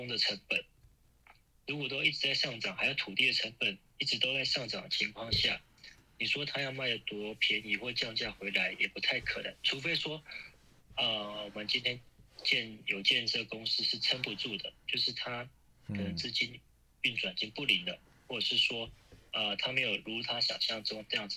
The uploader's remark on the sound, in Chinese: 本集為台日友好連線錄音